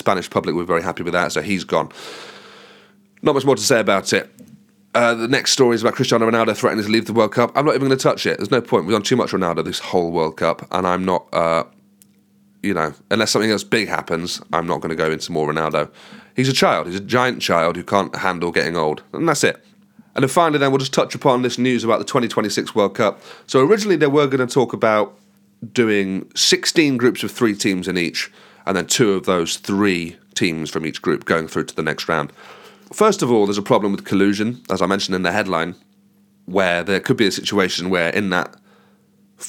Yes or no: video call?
no